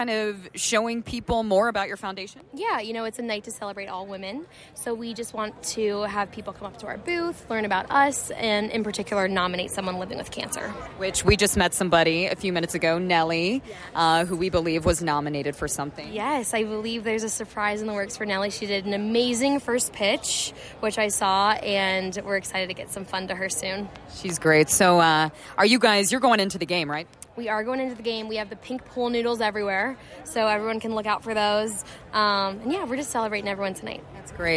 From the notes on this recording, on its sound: Live from GABP! We thought it would be fun to record a podcast episode at GABP Wednesday night (6/22)! We talked to tons of amazing people.